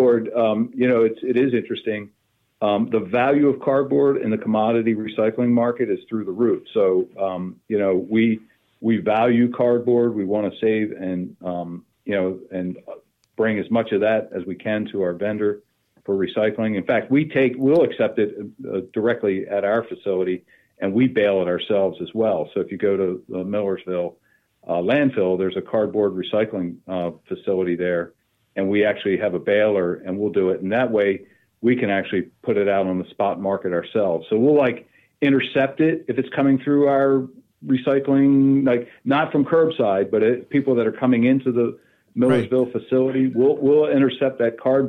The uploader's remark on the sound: We hopped on the phone